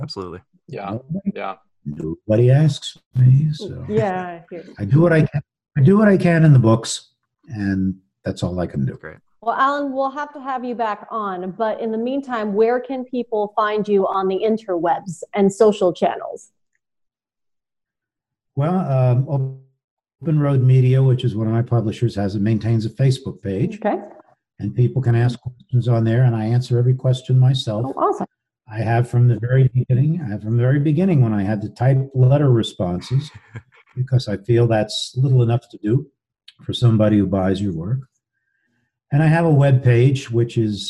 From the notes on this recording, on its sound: This episode was recorded remotely via Zoom and as such the sound quality may not be up to the usual high standards of the podcast recorded in the studio. We hope the content will make up for any deficiencies in the audio.